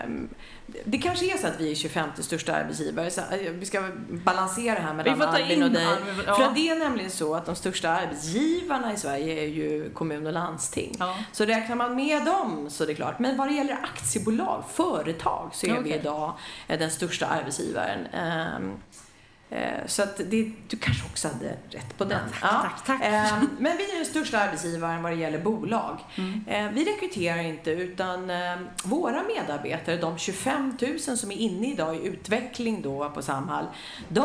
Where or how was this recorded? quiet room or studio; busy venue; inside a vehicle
busy venue